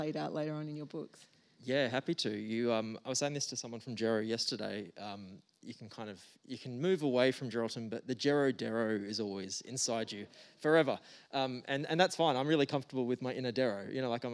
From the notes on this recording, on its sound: The bookseller for this event was Readings . This podcast was recorded on 4 August 2022 at the Wheeler Centre.